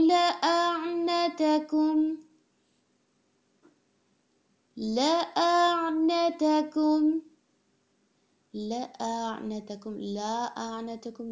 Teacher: لام کی زبر کو کھینچنا نہیں ہے اور پھر عین کو کلیئر رکھنا ہے